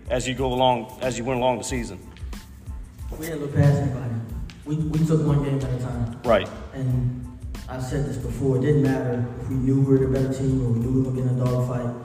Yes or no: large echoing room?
yes